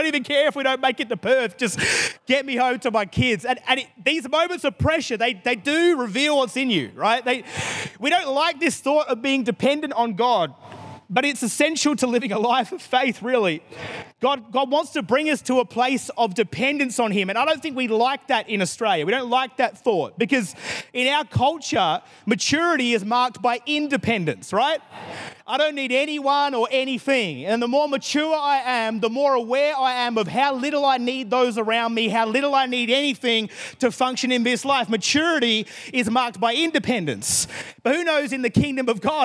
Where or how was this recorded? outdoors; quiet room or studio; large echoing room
large echoing room